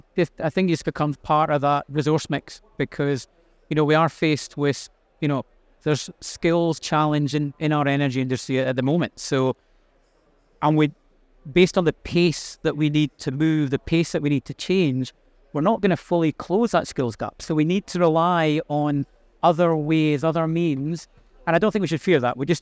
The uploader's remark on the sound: Recorded live at Offshore Europe 2023.